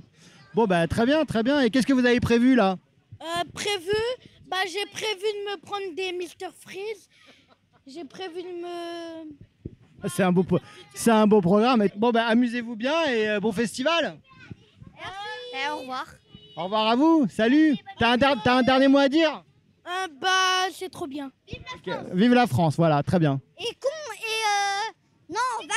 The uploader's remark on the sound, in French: Les équipes d'ERFM sont en Bourgogne pour le "Festival de la Réconciliation d'E&R". La parole est donnée aux organisateurs, conférenciers et festivaliers à travers un "micro-pelouse" riche et plein de vie.